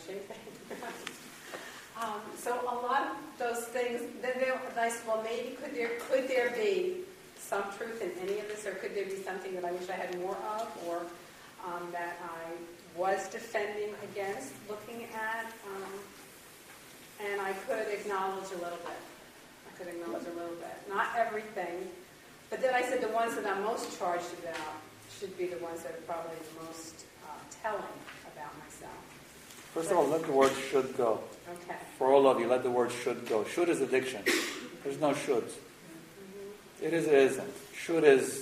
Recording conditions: poor sound quality